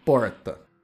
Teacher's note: Esse meu R é o que os linguistas chamam de R retroflexo ou caipira.